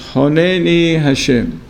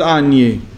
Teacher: So anytime you see the large Kamatz, so it has to be pronounced as Honeni, Oni, Ve'yashub. So all the Kamatz that you see, in a big size, doesn't sound like a kamatz anymore. It's O. · Shown in: first take